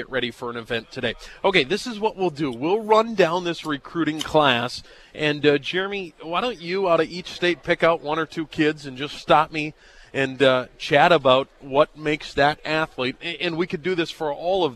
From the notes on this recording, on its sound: live from the Ramada